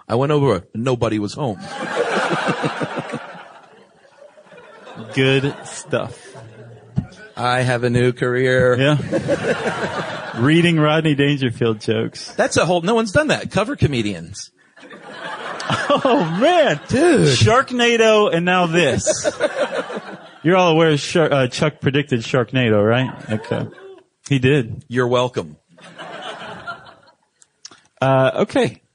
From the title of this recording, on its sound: Live From LA